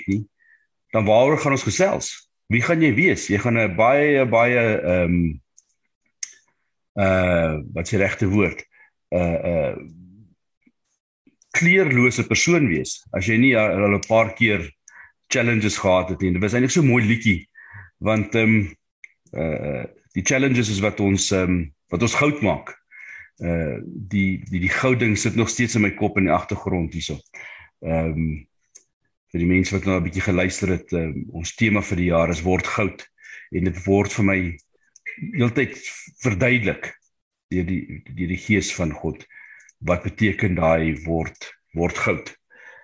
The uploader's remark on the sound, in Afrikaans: Zoom Byeenkoms 27 Januarie 2022